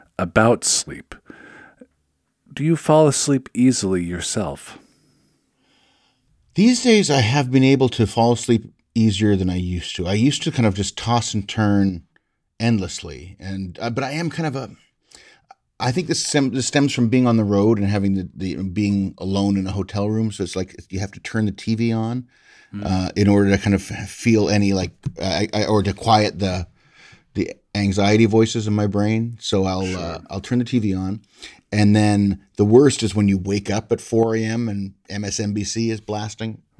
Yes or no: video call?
no